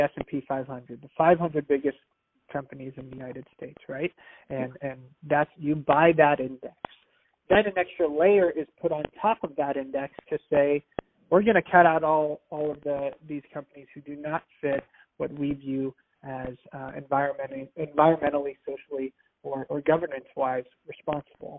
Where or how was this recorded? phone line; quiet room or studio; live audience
phone line